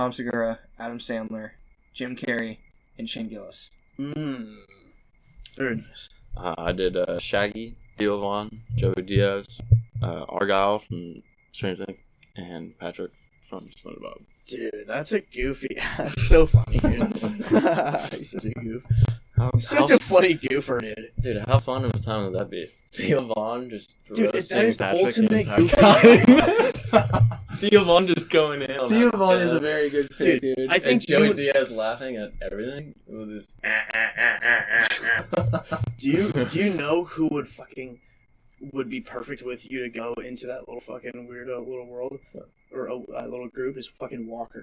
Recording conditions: distortion